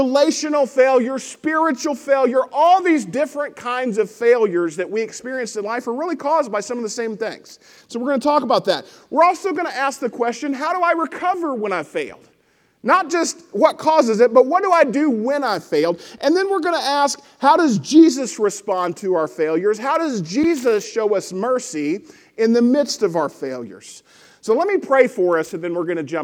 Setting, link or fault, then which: setting, large echoing room